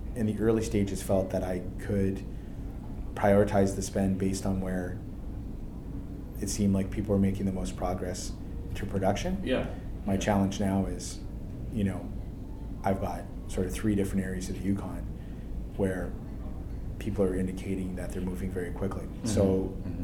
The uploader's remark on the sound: We head to the floor of AME BC's Roundup 2017 conference in Vancouver, B.C., for exclusive Northern Miner coverage.